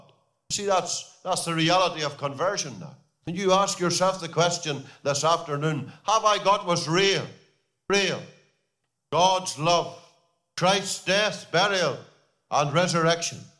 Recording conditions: large echoing room